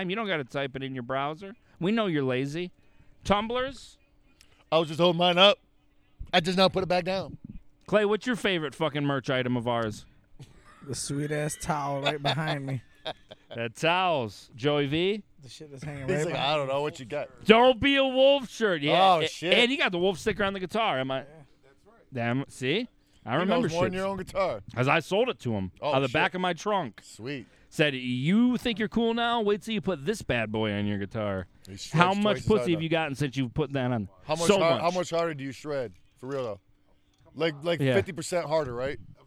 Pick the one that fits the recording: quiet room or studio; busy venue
busy venue